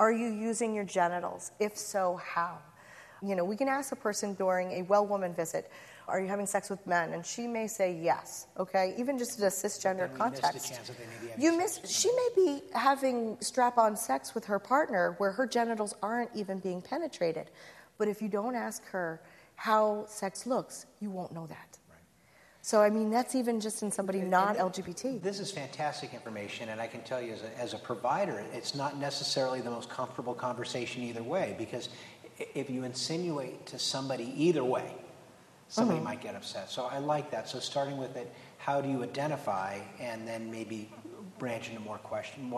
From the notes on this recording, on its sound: At a recent live event recorded in Chicago